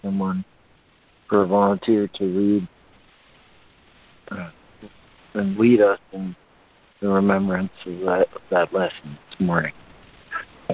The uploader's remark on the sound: ACIM Daily Conference Call